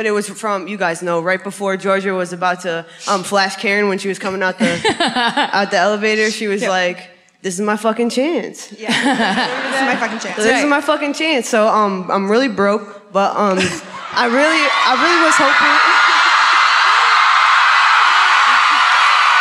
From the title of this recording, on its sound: Live at the Chevalier Theatre in Medford, MA